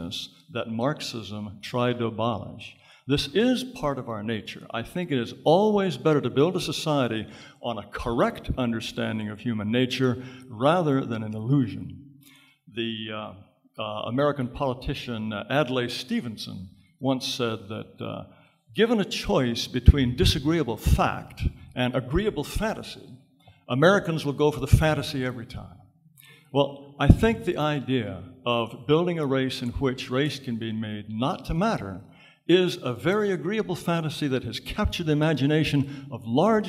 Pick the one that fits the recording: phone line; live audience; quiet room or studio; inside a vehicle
live audience